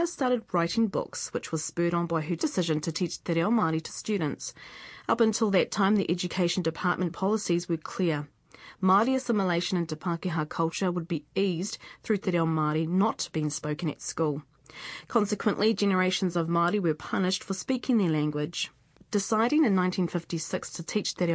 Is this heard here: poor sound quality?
no